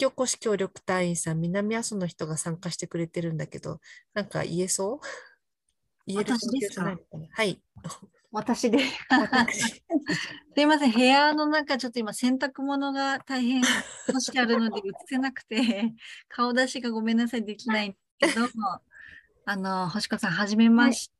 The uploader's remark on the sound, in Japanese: 勉強会音声。オンラインで開催している「月イチ勉強会」の音声を特別配信！